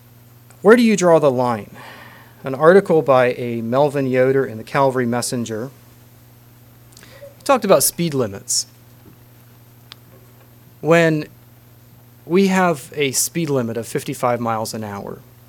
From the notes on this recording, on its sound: Message preached at Word Of Hope